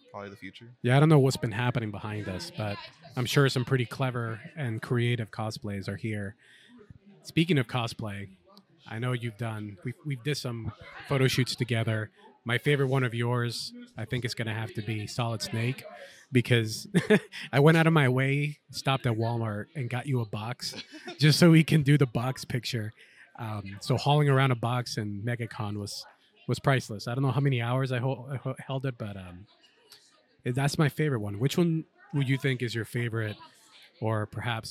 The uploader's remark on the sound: recorded at Tampa Bay Comic Con 2023